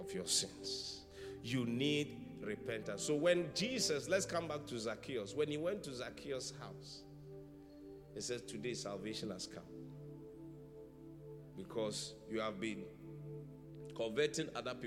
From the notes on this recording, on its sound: Preached at the Qodesh